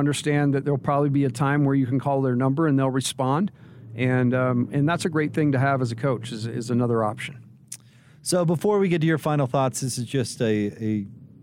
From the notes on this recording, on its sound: Postgame press conference audio